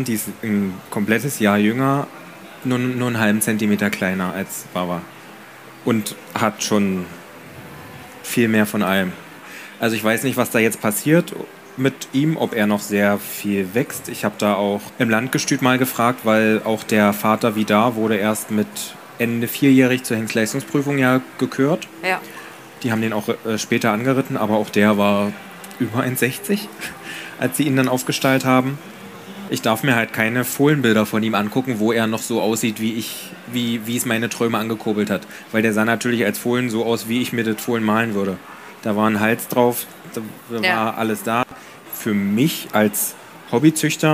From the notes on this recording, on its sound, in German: Live Aufgezeichnet in Leipzig als erster Podcast überhaupt auf der Partner Pferd